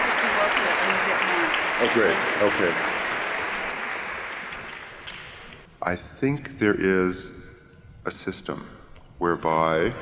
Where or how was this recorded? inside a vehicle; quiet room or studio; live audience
live audience